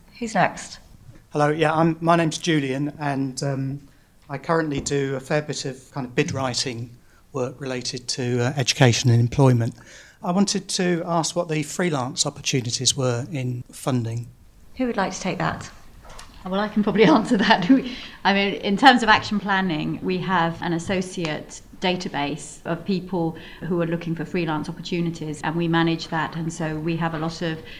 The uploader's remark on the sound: Recording of our first careers event.